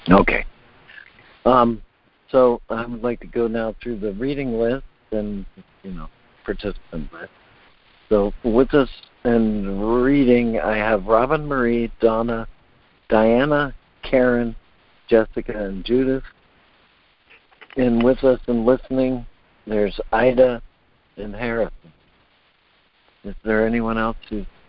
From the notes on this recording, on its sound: ACIM Daily Conference Call.